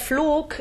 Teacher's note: that fluk is, is a long closed O, then this this O with an umlaut is also a long closed sound as yeah.